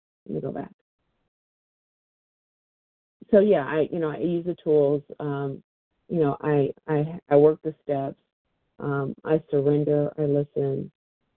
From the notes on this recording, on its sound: 100 Pounders Phone Meeting